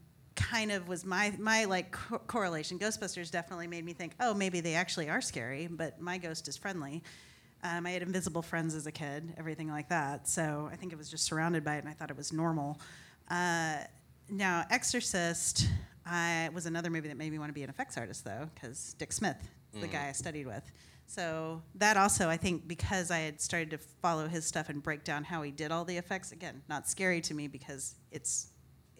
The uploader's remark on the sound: Talking Strange records Live at the Ethereal Horror Fest in Austin, Texas. Episode recorded in front of an audience.